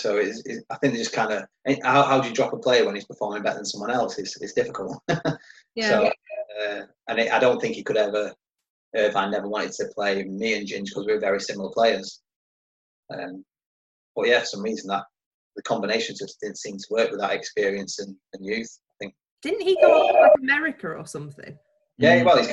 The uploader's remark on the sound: Zoom special. In a live video chat.